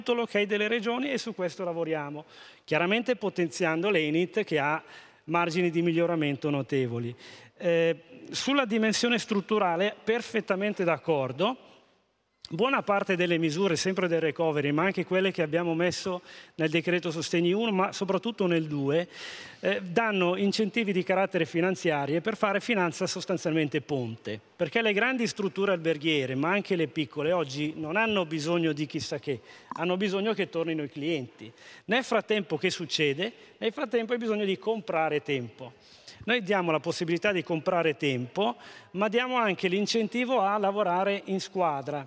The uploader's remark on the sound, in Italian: al Festival dell’Economia di Trento 2021